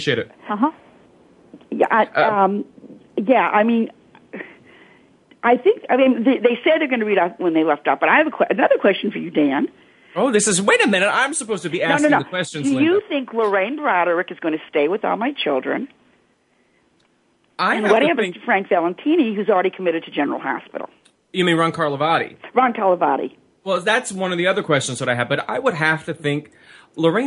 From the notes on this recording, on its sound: This week, the topic is up for grabs as the phone lines are opened up to fans.